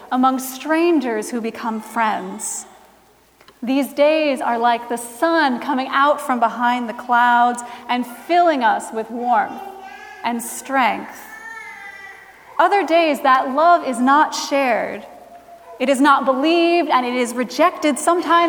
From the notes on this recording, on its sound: Recorded Feb 26, 2017 at Trinity Presbyterian Church in Bibxy, Okla.